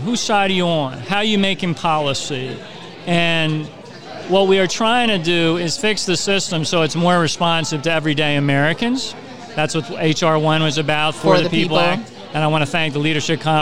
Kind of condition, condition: setting, busy venue